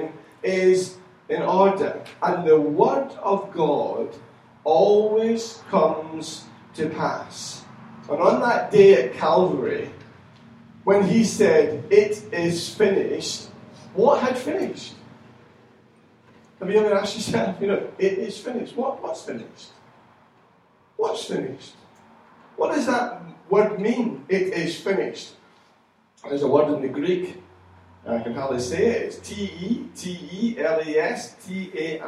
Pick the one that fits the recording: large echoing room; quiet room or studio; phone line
large echoing room